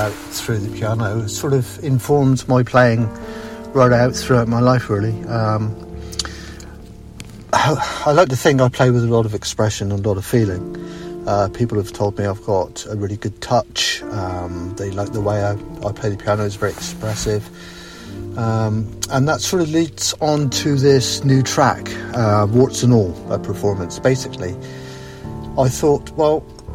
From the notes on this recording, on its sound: The podcast is a non scripted, rough, off the cuff recording, which is in keeping with my piano piece. Recorded after work, sat in my car, tired and jaded after working with challenging students all day (including jacket rustling).